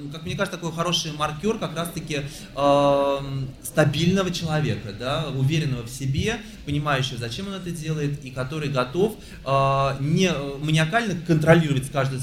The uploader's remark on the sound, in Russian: записанном на книжной ярмарке Non/Fiction